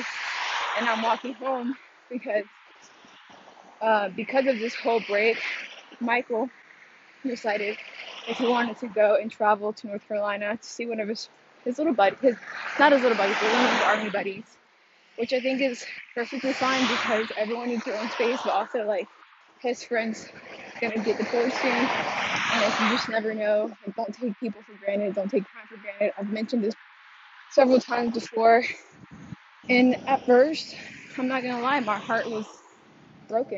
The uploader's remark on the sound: I recorded while I was walking home from the gym, cara are loud and I had headphones.